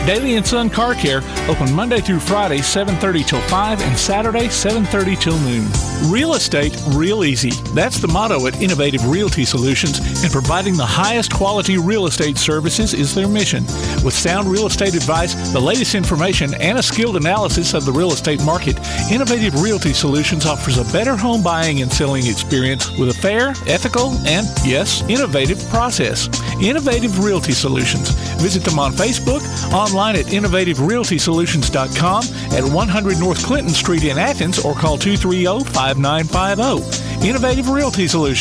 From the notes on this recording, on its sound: Live at Mud Volleyball for a Cure